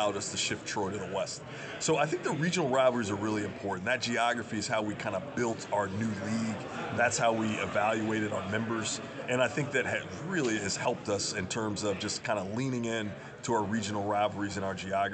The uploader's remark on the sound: during the football Media Day festivities in New Orleans July 25